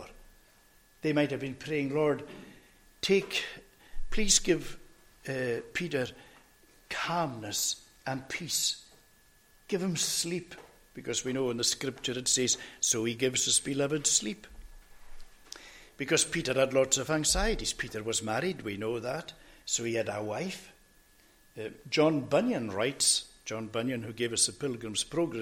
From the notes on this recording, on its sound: recorded at North Harris Free Church on the morning of Sunday 23rd October 2022